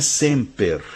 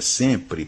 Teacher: quando nós pegamos esse ER do latim semper e transformamos em RE, sempre, nós temos uma metátese